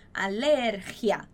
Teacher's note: A gente não vai falar alergia, a gente não tem nenhum acento ali no ri. Então, a pronúncia dessa palavra é alergia, ok?